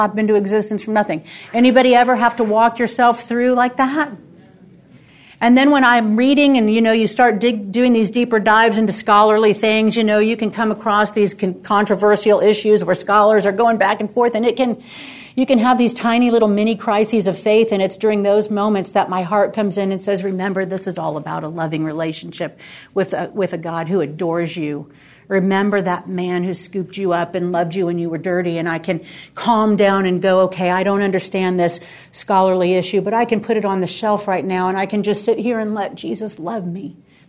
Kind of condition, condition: setting, live audience